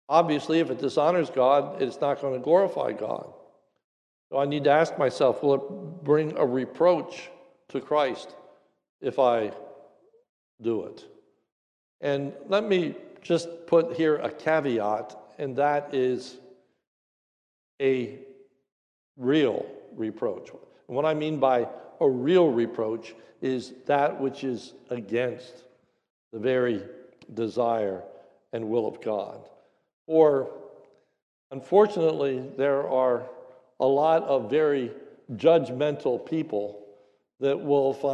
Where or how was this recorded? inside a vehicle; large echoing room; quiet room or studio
large echoing room